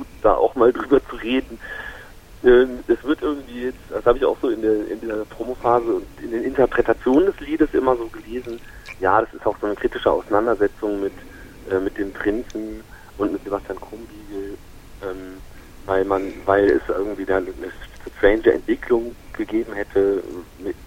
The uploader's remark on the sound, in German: Sorry für die Quali - in unserem Ausweichquartier hatten wir technische Schwierigkeiten mit dem Telefonhybrid - deshalb die vielen "aha", "mhm" und Kichergeräusche...